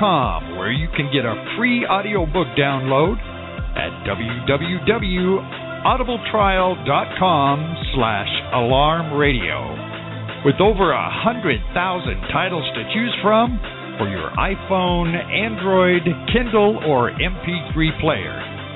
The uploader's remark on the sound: LIVE CALL.